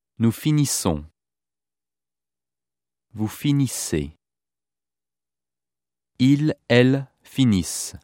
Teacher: the final SS of the plural stem is always pronounced, because the following plural endings all begin with a vowel